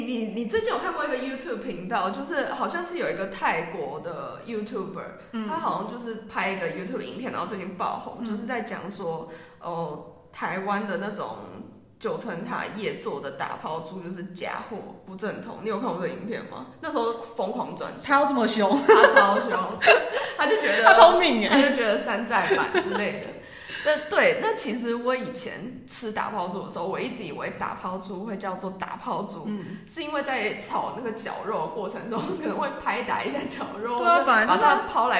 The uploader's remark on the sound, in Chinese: 這集因為換了一個錄音空間，後來發現有回音的問題，只好委屈一次大家的耳朵了